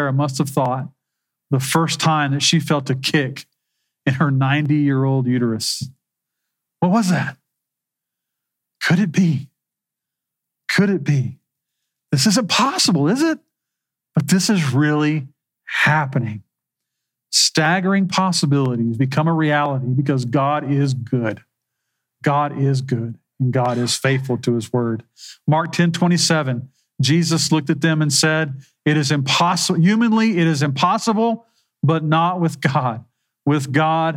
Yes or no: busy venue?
no